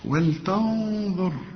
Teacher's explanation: الراء هنا ساكنة ومفخمة · هنا النون بدون تشكيل، بنغنها وبنخفي لا وبنفخم هذه الغنة.